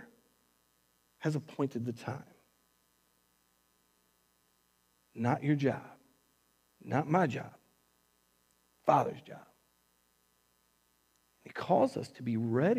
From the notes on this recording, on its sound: Recorded on September 6th, 2020 at Word of Life Church in Le Sueur, MN.